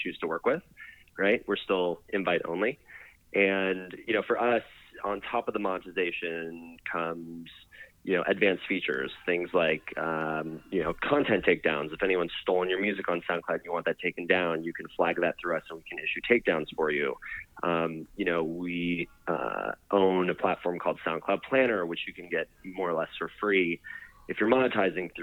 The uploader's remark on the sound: called